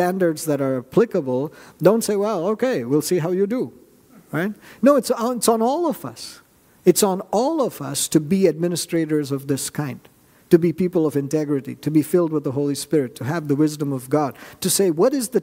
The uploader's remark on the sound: At New Life Fellowship Church, Concord, NC, on Sunday, July 23, 2023.